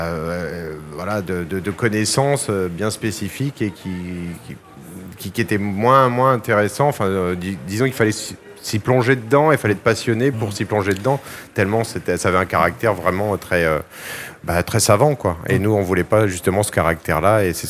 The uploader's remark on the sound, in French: Sur les radios de la FRAMA en direct du salon du livre. En direct du salon du livre dimanche 2 octobre 2022.